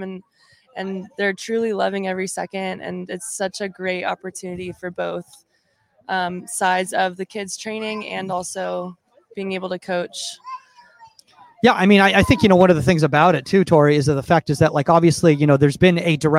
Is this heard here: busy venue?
yes